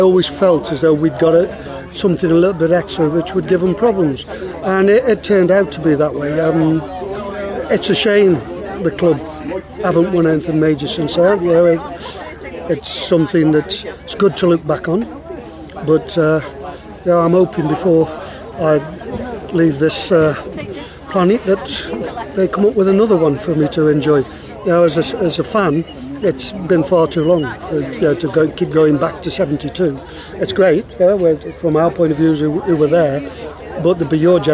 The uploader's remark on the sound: Across two tuesdays in Trentham. A busy cafe is a busy cafe, and a small audio budget is a small audio budget - so sorry if the background gets too distracting at times.